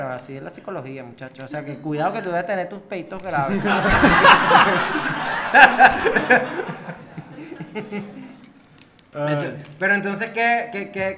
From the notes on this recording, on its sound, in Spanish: EPISODIO EN VIVO